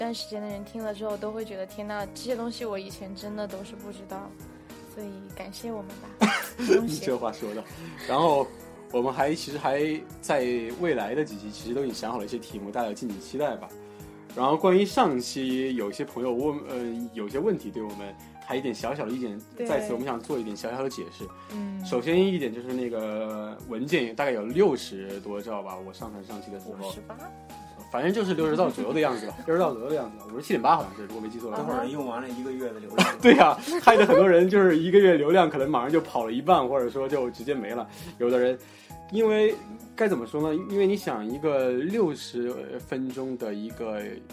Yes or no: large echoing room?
no